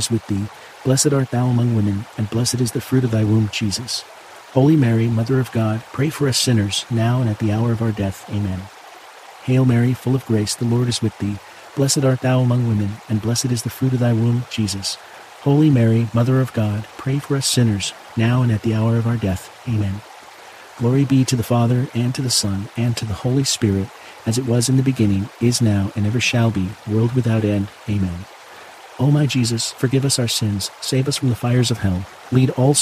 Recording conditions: sounds in the background